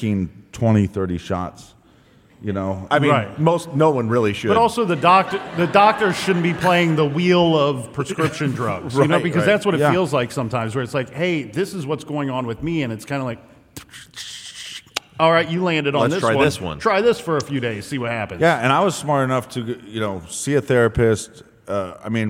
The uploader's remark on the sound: LIVE from Austin, Texas!